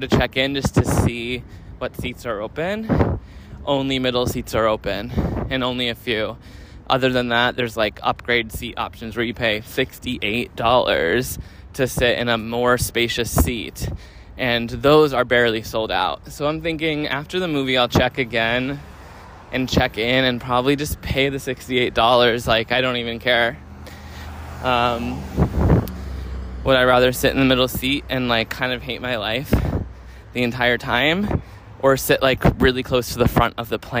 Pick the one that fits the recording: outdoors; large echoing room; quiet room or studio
outdoors